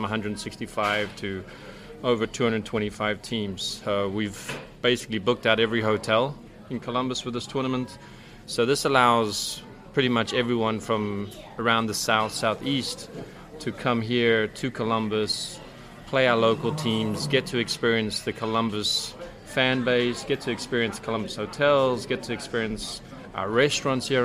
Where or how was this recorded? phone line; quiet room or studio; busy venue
busy venue